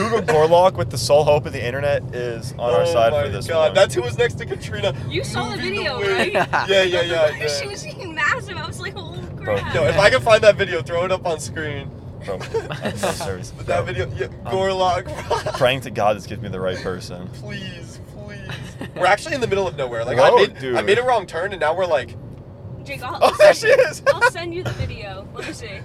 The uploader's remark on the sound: PULLED OVER for podcasting in the car.